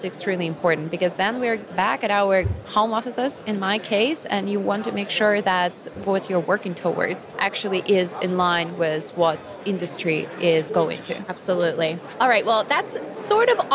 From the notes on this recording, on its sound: From the show floor at B2BMX 2023.